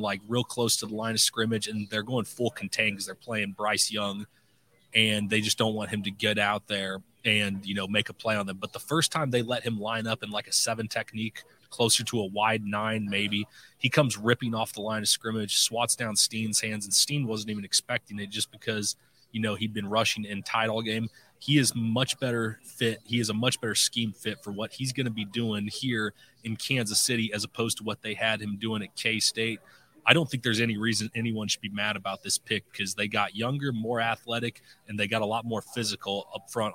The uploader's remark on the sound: Live from the NFL Draft Night 2.